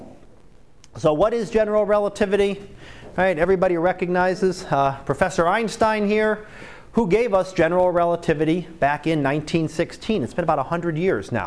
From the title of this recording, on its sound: Live Class Lecture